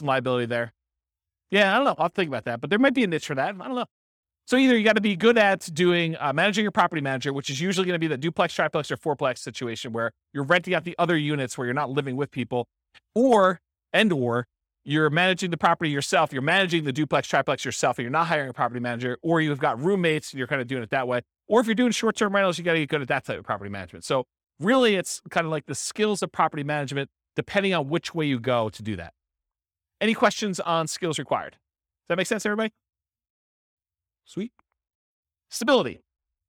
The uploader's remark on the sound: This was a live class recorded